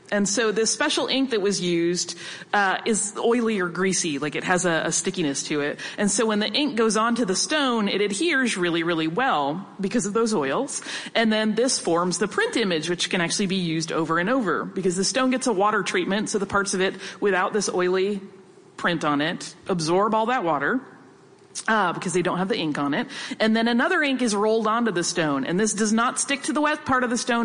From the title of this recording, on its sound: SYMHC Live at NYCC